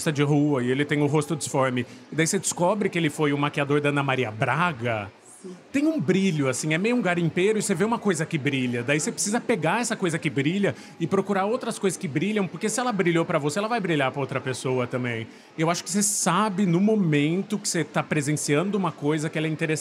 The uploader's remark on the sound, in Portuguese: Na gravação ao vivo do stand do Submarino na Bienal do Livro